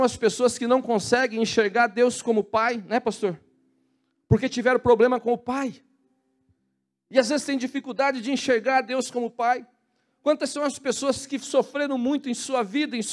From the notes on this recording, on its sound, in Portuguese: na Igreja ABA Curitiba (Transmitido ao vivo)